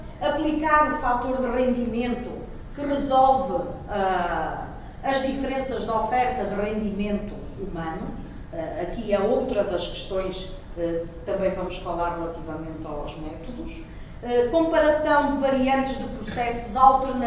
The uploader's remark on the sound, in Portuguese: Audio da primeira comunicação das XVI Jornadas de Boas Práticas Lean.